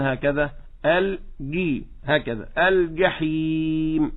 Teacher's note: وغيرهم ينطقونها جيم جيم، يقول لترون الجحيم، فيفقد الجيم صفة الشدة التي فيها، وهذا لا يجوز. الصواب أنه من وسط اللسان هكذا الجيم